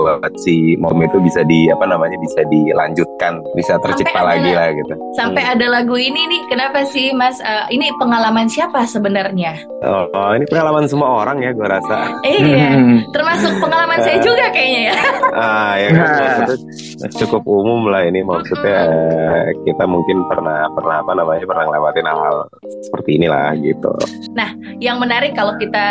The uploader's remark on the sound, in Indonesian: program live zoom I Radio Makassar yang dikemas sebagai podcast